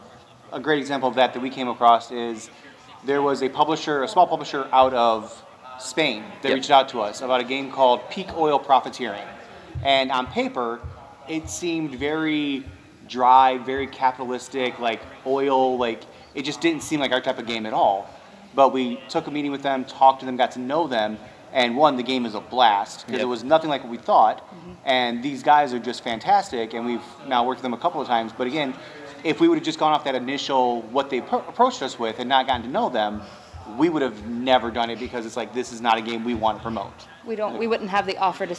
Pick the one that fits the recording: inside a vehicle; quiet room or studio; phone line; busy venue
busy venue